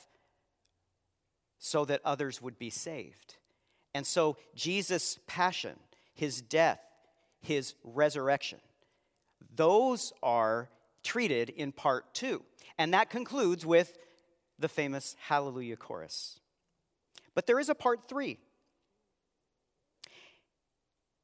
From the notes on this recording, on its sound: Live Sunday Worship.